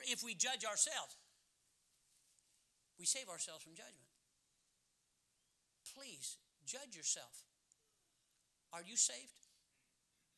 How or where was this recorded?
large echoing room